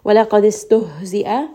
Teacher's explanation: ها is going to be from the lower throat it is going to come from the chest give it some همس